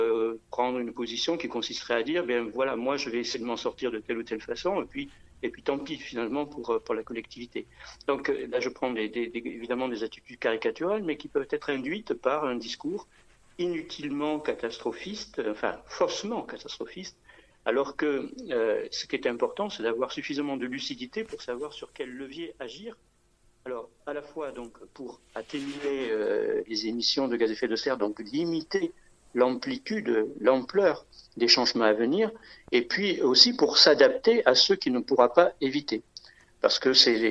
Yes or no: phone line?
yes